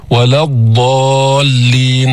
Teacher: امتداد الصوت في الضاد من أول إحدى حافتي اللسان إلى آخرها · Term: استطالة الضاد